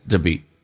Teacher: be 长元音由于不被强调，属于非实义词汇，可以近似于嘴型很小，像短元音一样，就变成 be。所以 to be 就变成 the be。